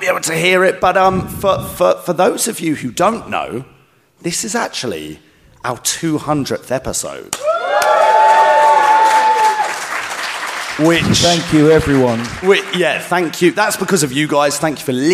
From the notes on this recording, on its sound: We went LIVE at Star Wars Celebration with our panel on the Holonet Stage and HERE is the panel itself! Get the audience involved too. ALSO, our Bib's Bash live appearance and quiz is included.